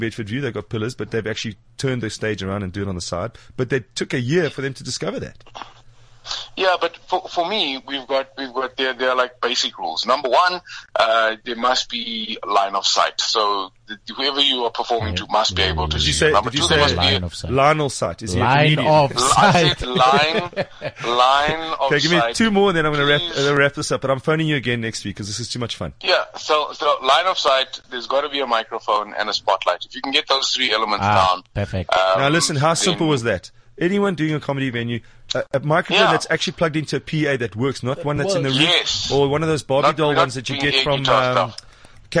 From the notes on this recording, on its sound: a surprise phone call